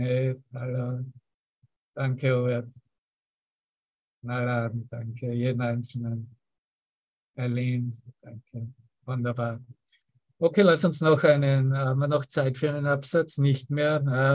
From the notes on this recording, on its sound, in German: Zoom-Session. Veranstaltet von der Aleph Akademie.